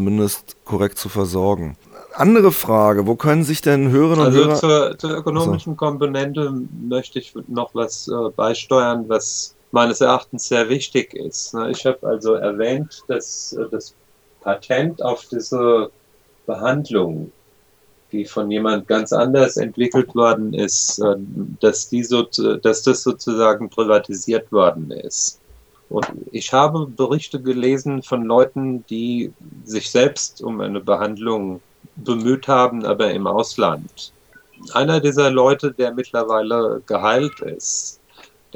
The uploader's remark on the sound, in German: Am Telefon haben wir